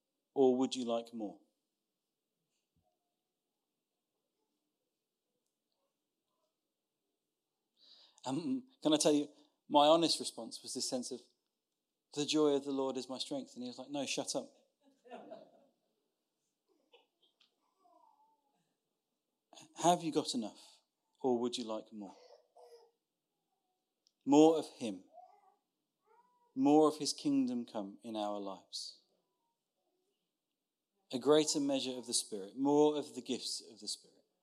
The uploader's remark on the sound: Recorded Sun 17th Sept at Saxon Hall, Raunds